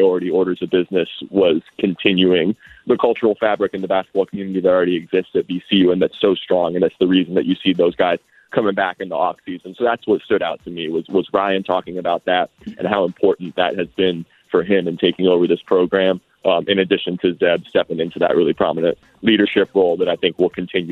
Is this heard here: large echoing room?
no